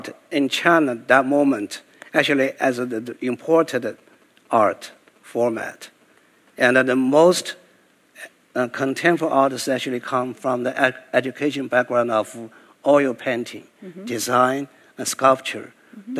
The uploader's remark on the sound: Share a panel at the Getty Center.